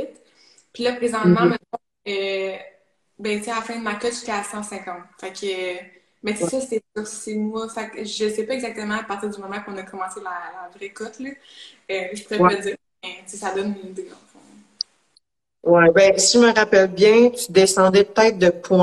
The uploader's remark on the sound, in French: je repartage sur le podcast le live Instagram